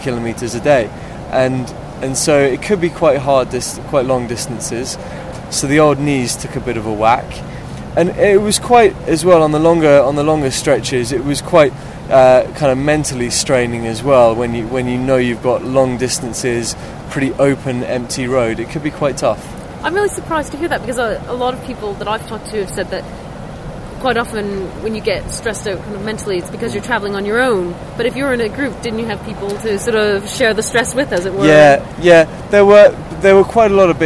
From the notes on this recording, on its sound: We recorded this at our wild camping spot, just outside of Sussex NB, thus the sound of the wind in the trees and other noises not found in a studio.